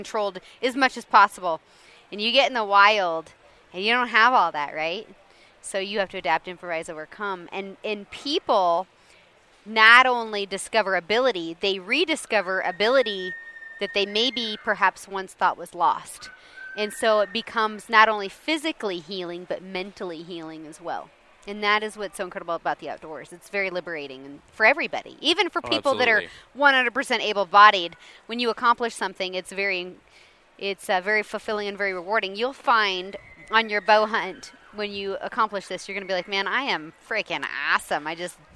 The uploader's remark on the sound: at the International Sportsman's Expo